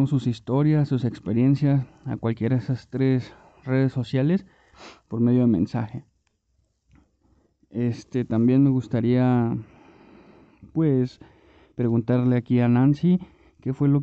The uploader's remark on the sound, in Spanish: Expedición - deportivo Xochimilco. Este episodio es un audio de la expedición que se llevó acabo en "VIVO". El audio está completamente en vivo.